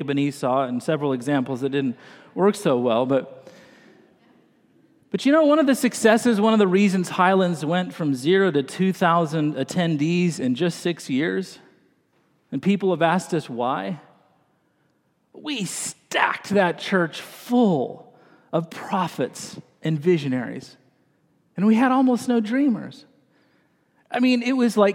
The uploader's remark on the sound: this morning delivered the message during the Traditional Worship service